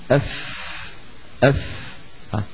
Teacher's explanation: فالفاء تخرج من باطن الشفة السفلى لا من ظاهرها، يعني يعني المخرج الصحيح أن نقول أف أف، نضع أطراف الأسنان العليا المشرفة يعني العليا، لأن الإنسان عندما يشرف يشرف من عل ولا يشرف من سفل، يضع أطراف الثنايا المشرفة يعني العليا على باطن الشفة السفلى مو على ظاهر، يعني أف أف هكذا غلط، إذا الإنسان وضع أطراف الثنيتين العليين على ظاهر الشفة غلط، أف ده يكون على باطن الشفة، أف أف. · والفاء تخرج من باطن الشفة السفلى مع أطراف الثنايا المشرفة أي العليا